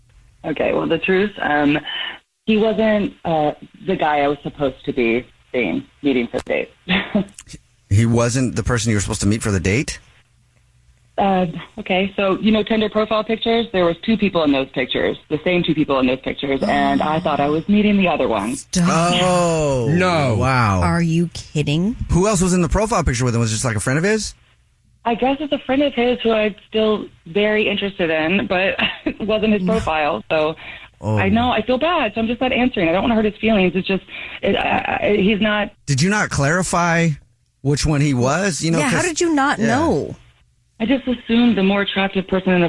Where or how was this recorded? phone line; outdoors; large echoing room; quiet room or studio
phone line